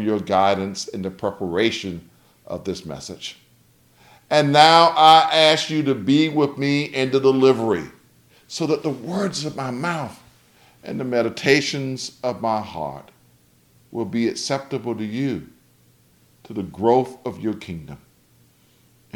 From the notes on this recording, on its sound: Delivered on September 5th, 2021, for Homecoming at Wesley Chapel African Methodist Episcopal Church.